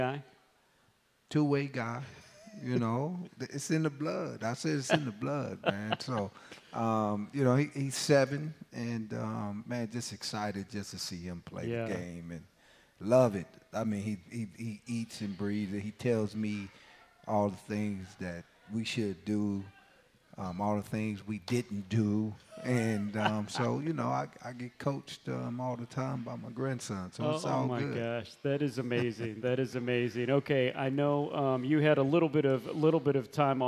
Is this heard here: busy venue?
yes